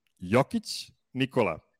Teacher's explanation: O reads the same in Jokic and in Nikola, and it is a short vowel. So it's not Nikola because there is no O in Serbian.